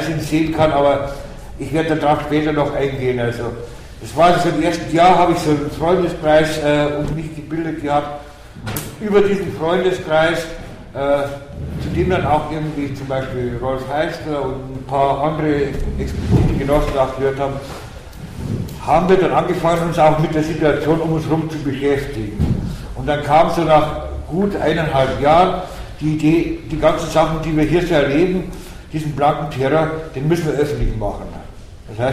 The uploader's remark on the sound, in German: Auf den A-tagen 09 (Hamburg). Mitschnitt des am 13.06.09 auf den A-Tagen stattgefundenen Workshops.